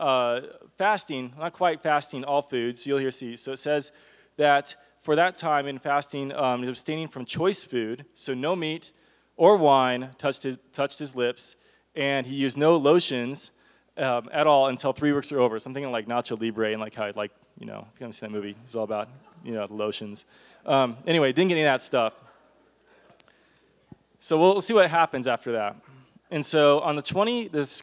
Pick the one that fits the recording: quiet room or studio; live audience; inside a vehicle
live audience